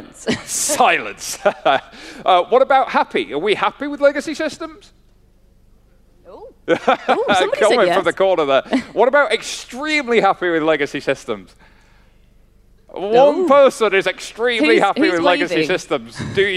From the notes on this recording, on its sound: Live at TCF2018. Recorded live Temenos' TCF2018 event in Dublin.